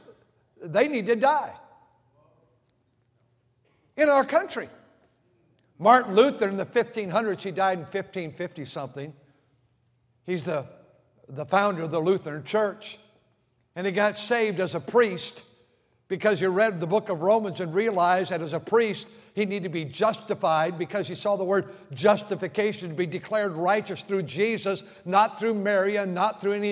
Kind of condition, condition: setting, large echoing room